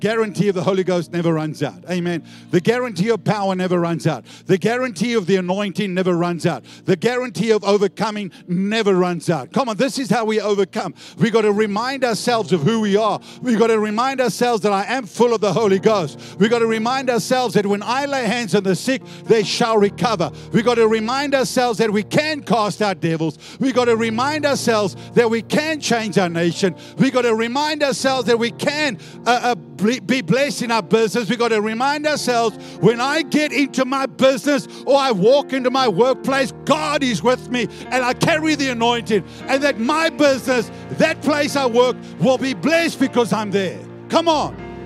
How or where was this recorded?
large echoing room